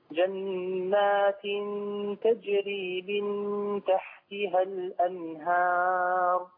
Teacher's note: الهاء مرققة والالف تابع لها